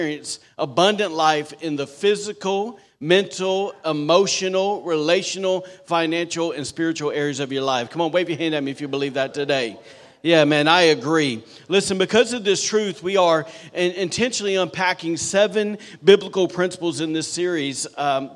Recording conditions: large echoing room